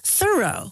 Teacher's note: how their friend's name was pronounced Thoreau, with the accent on the first syllable